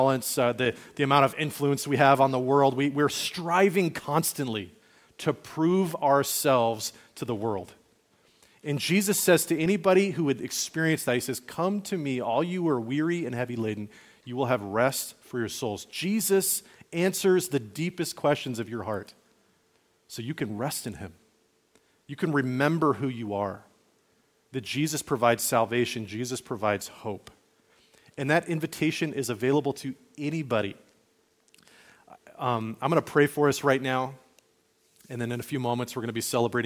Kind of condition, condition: setting, large echoing room